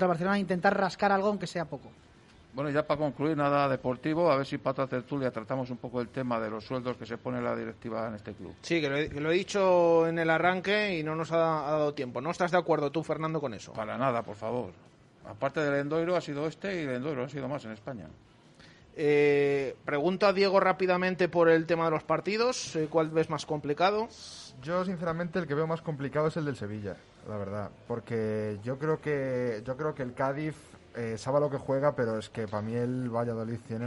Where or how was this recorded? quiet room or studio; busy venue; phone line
busy venue